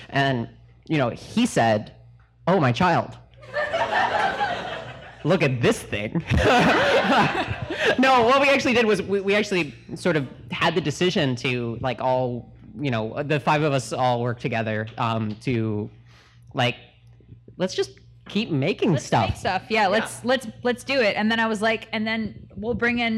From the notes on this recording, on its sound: Live in Chapel Hill. In front of a great crowd at The Pit in Chapel Hill, North Carolina.